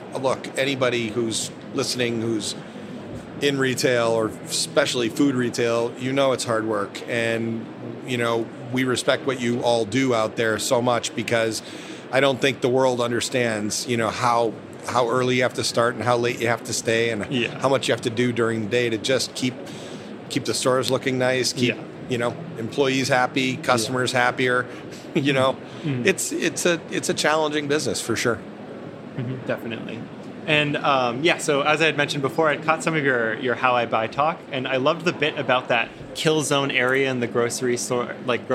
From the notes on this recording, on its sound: recorded at the Winter Fancy Food Show in Las Vegas